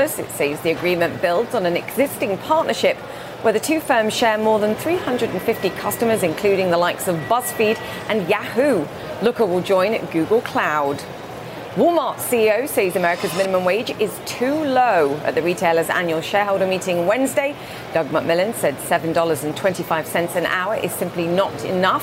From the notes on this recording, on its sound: live from the New York Stock Exchange